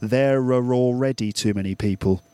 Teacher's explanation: So the link between there and are and are and already, those are all vowel to vowel linkings. And we use the r sound as a way of linking them together